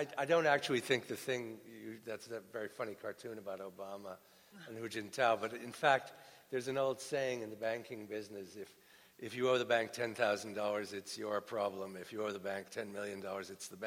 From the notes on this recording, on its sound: Spoke at the PEN World Voices Festival of International Literature. At the Great Hall at Cooper Union.